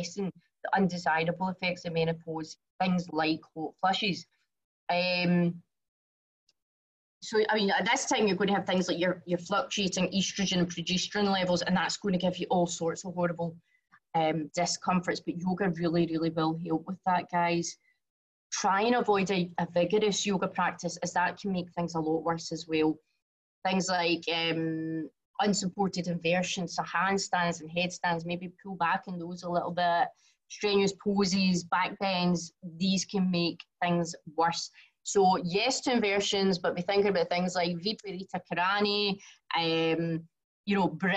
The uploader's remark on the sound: from the live webinar